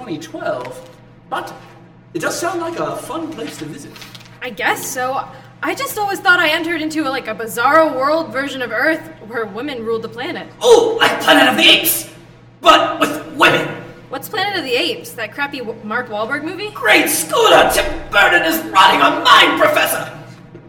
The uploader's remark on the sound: Originally Recorded Live at Packrat Comics.